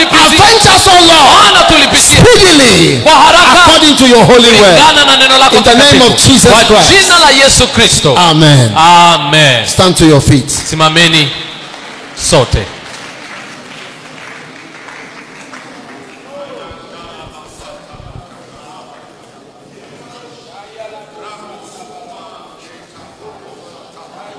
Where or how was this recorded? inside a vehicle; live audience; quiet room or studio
live audience